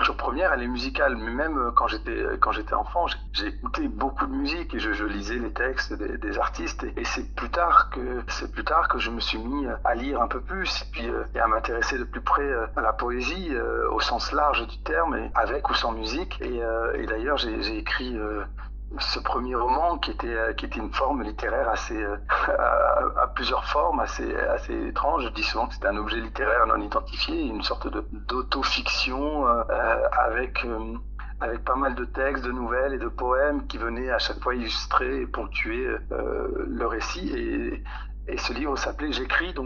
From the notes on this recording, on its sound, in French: Au téléphone pour La voix de la plume. Au téléphone pour La voix de la plume.